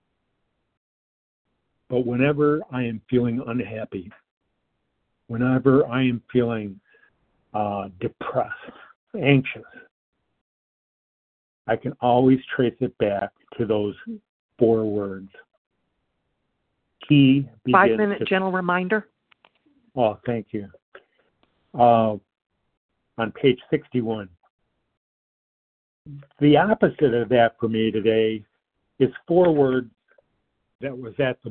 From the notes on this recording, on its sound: 100 Pounders Phone Meeting